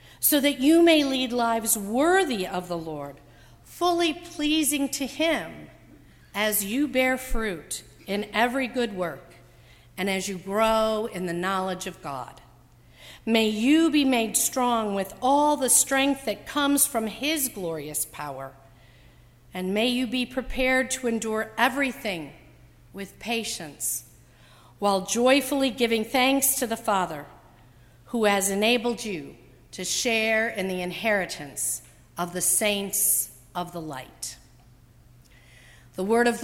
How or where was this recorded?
large echoing room